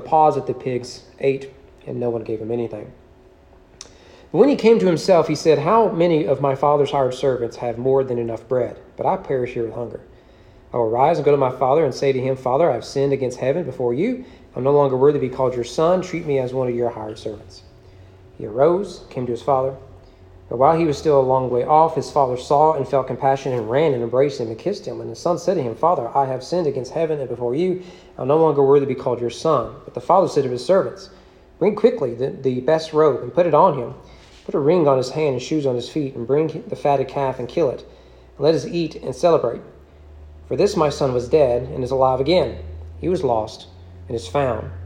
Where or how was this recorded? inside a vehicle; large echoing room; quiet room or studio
large echoing room